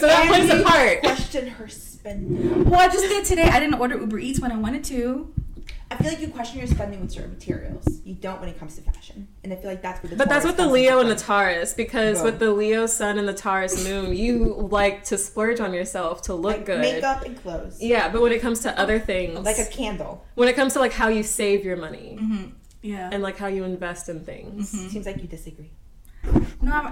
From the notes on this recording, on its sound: We are sorry about the sound quality issues. We are testing new mics.